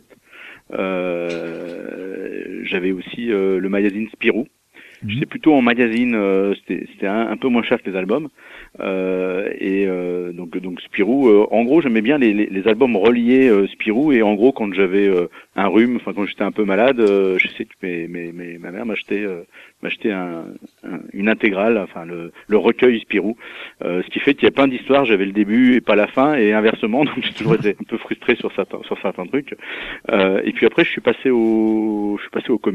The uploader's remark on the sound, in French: reçoit par téléphone